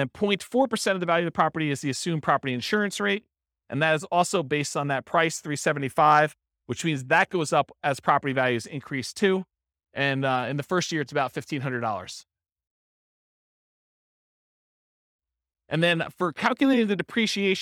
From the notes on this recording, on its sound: This was a live class recorded